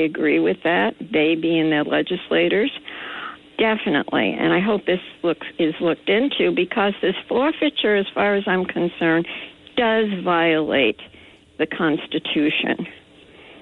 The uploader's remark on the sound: We had open phones during the first hour. Took calls for a full hour.